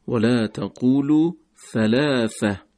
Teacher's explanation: خب ما اینجا حرف ثا رو داریم، ثلاثه، که اگه یادتون باشه عرض کردیم که نوک زبان به نوک دندانهای بالا باش تماس پیدا میکنه